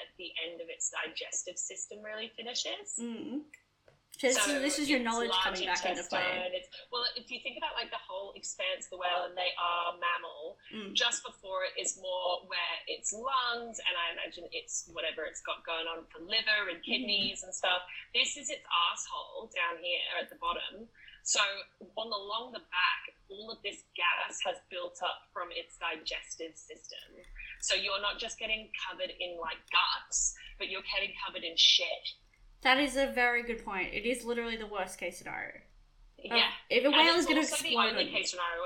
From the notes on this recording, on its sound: Sorry for the not so optimal sound quality.